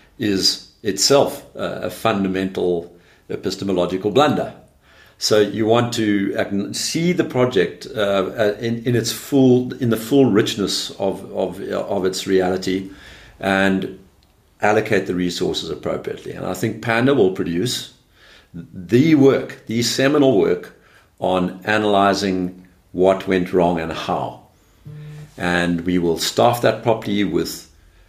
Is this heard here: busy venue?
no